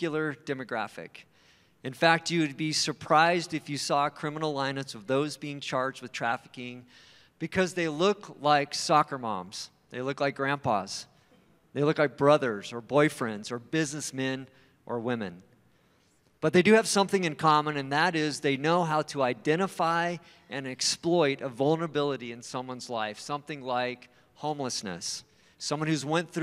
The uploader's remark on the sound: at Timberline Church